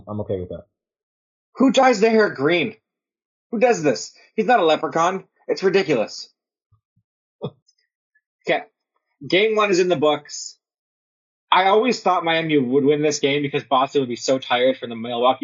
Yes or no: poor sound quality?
yes